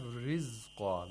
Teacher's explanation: The ra has tarqiq, and the za again has the special timing.